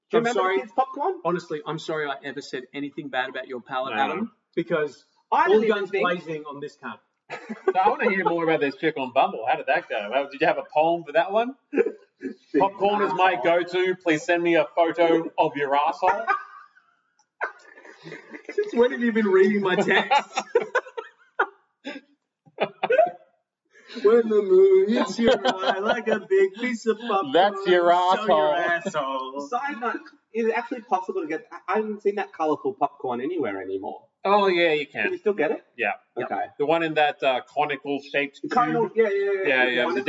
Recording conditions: poor sound quality